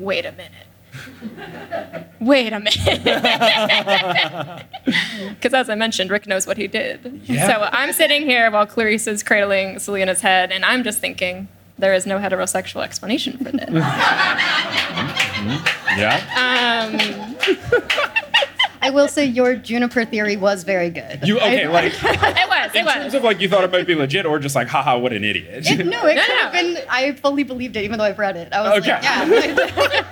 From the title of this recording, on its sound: LIVE in Hartford!